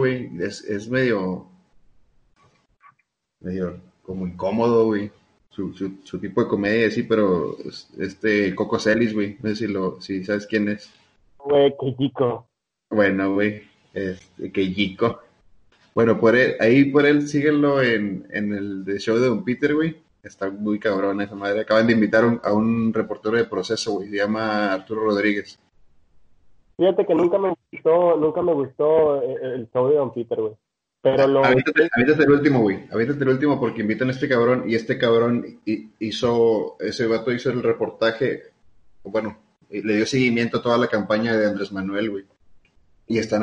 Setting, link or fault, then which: link, video call